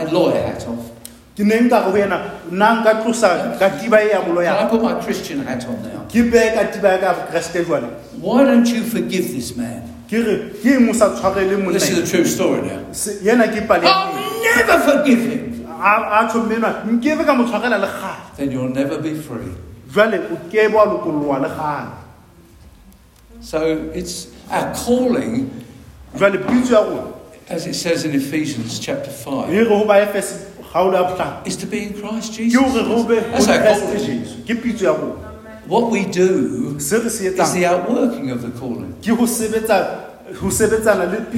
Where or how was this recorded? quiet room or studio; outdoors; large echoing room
large echoing room